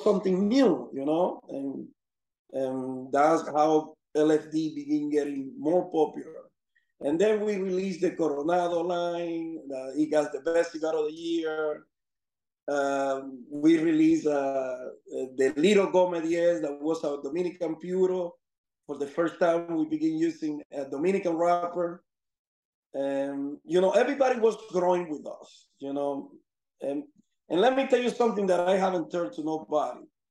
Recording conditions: video call